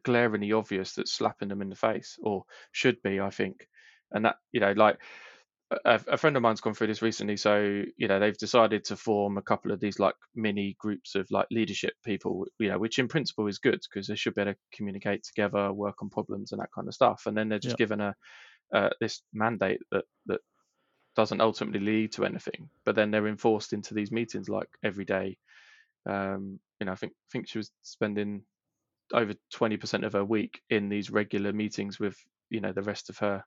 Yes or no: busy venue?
no